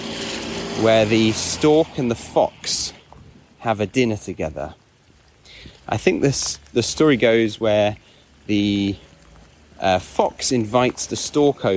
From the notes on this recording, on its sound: takes you out of the sound booth and on a quick dog walk to try a new "authentic" style of recording